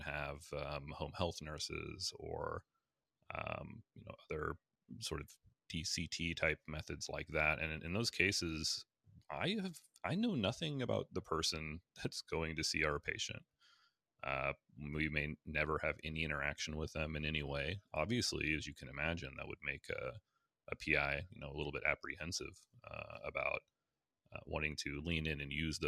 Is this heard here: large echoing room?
no